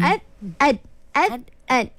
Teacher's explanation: Ad dengan ta pun sama hujung. Hujung lidah.